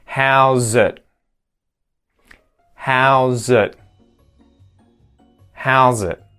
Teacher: there is no hard T, t, t, t sound being pronounced at the end of the word it